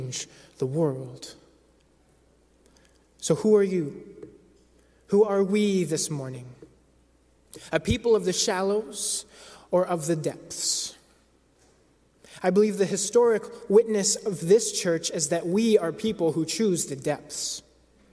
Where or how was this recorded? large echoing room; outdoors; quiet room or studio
large echoing room